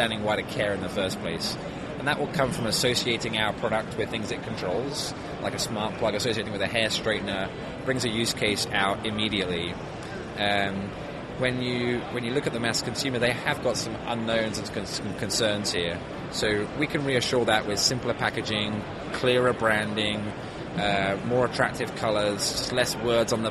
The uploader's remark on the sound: Live on Thursday from show floor of CES 2016. Thanks to Anova for letting us sit and take over the booth for an hour!